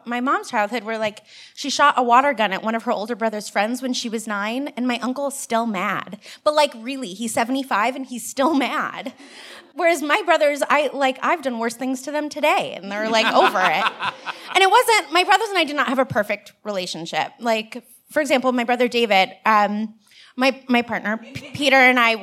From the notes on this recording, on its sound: Live from Cambridge, MA. This week we come to you live from our Cambridge show.